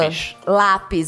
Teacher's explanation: na sílaba tônica o A, o A ia ser bem aberto